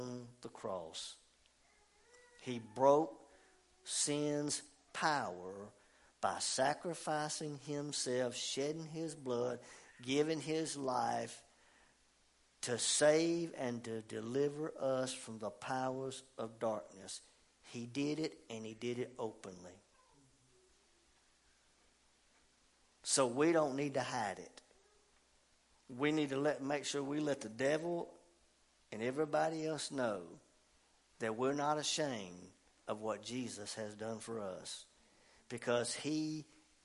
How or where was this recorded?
large echoing room